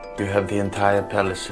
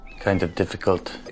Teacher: In German, the consonants at the ends of words are devoiced, and this carries over into English.